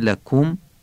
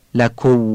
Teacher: میم کاملا اظهار میشه. دقت کنید میمو در واو ادغام نکنید. · Shown in: first take · لکو غلطه، لکم و وابش هم که باید عربی بگیم.